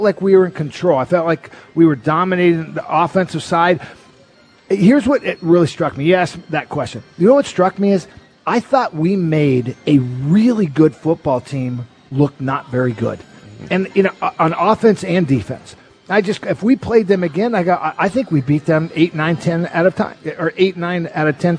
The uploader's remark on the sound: live at Snoqualmie Casino